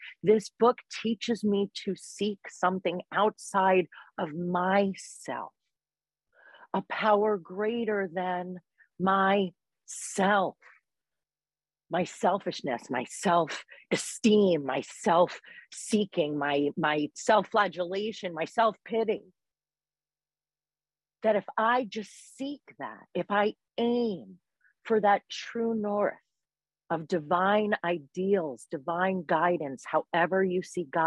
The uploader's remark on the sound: Recorded at the 100+++ Pounder Special Focus Meeting.